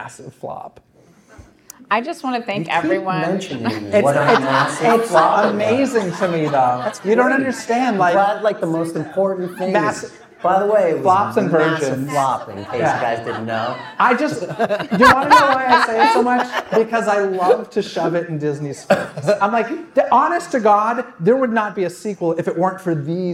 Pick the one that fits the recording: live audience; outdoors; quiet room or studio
live audience